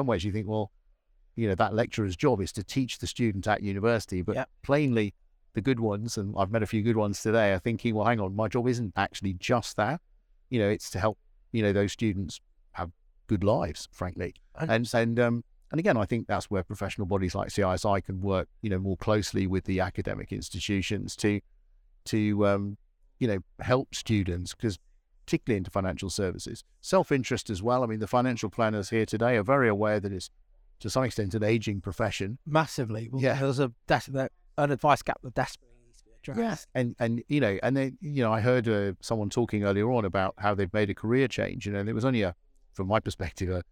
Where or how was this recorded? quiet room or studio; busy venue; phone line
busy venue